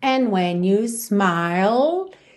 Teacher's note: termina com a língua lá no céu da boca